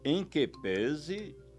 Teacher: sem esquecer a pronúncia fechada de pese · Term: timbre fechado